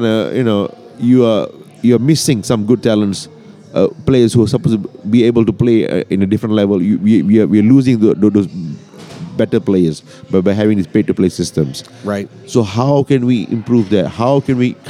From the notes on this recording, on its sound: Live at the Bar of the US Soccer AGM.